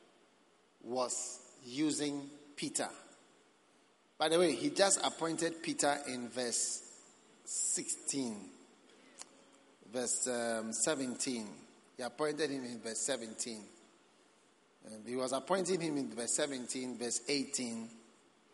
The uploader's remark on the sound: Preached at the Prophetic Encounter Service.